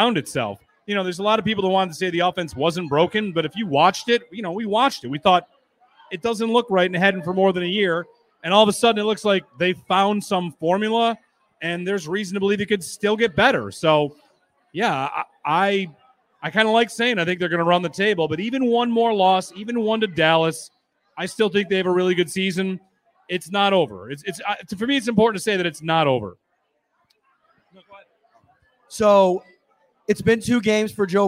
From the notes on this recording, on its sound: Live from Wingnutz at 700 Military Rd. Come out to Wingnutz North Buffalo for "SHOUT!" Live on Saturday night. They'll host a live edition of the podcast and chat with everyone before and after the show.